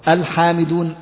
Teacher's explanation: نطقنا باللام إذن فهي لام قمرية حكمها الإظهار أيضا لوقوع الحاء بعدها.